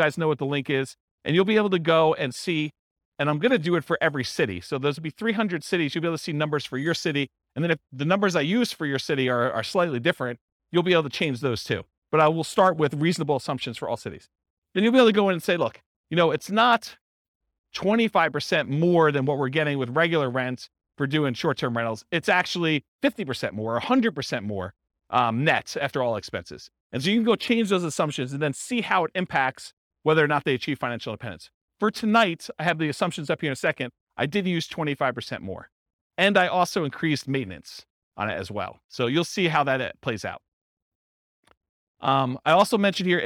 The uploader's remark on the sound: This was a live class recorded